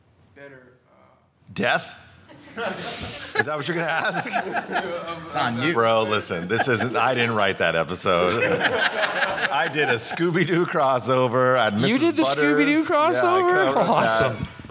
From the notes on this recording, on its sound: take questions LIVE from FanExpo Philadelphia 2023